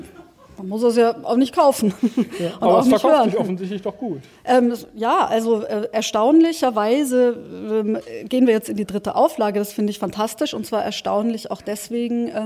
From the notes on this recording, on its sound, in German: Mitschnitt der Diskussionsrunde bei den ARD Hörspieltagen 2012